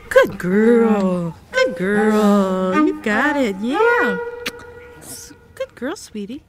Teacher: the melody was a kind of a rise fall